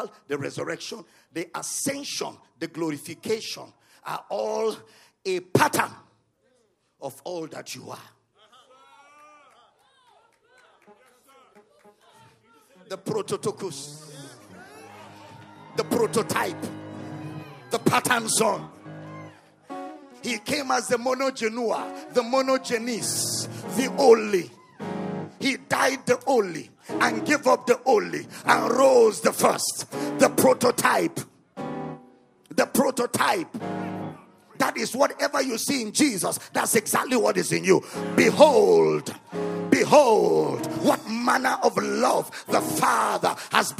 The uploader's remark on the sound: at the Love of God in Christ Church Conference